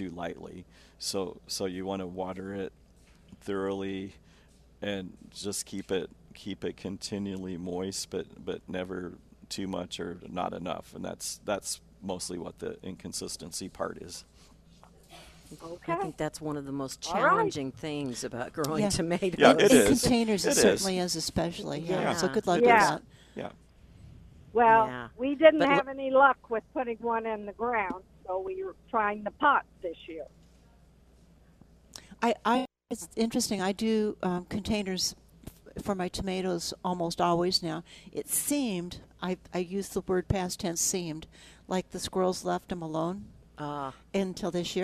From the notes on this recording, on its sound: Live at Prairie Gardens 7-13-19.